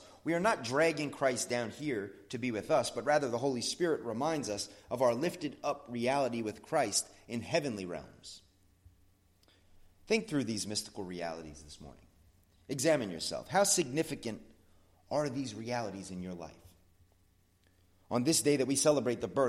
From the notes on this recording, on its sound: Sermon at the Blue Point Bible Church